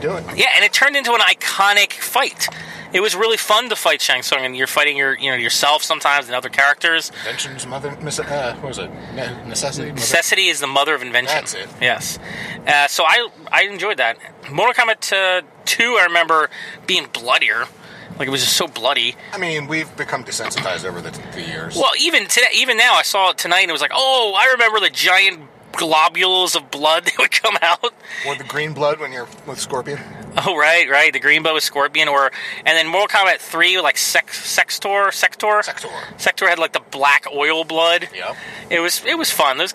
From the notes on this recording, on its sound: Tonight is an on-the-go discussion. We recorded in the car, so the audio quality isn't the best.